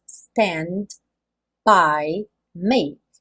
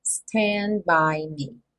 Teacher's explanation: Então, no final do stand, eu teria um D, que é aquela consoante oclusiva. Mas, quando eu junto stand by, esse D não acontece. · Shown in: second take · Porque do N, eu tô com a língua no sal da boca para fazer o N, stand, eu já fecho os lábios para fazer, então, o B do by.